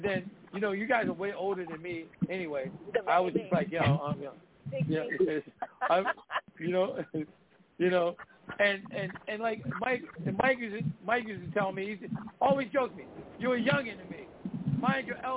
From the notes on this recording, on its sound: This a call in show